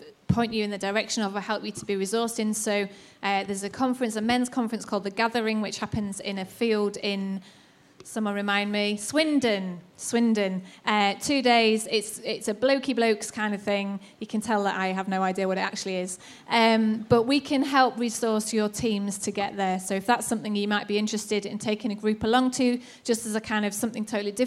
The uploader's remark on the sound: Recorded at Proximity 2019.